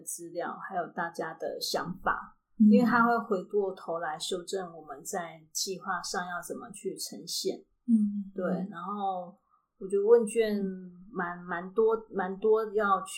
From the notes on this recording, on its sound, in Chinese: 今天到調香工作室。因為訪談處回音較大，聲音有些不同，請多包涵。